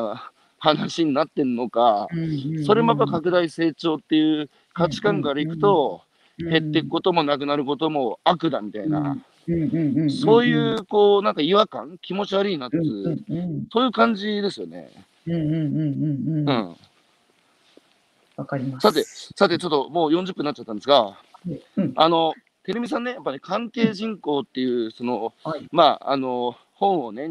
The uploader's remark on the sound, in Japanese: 歩きながら1時間、対談する。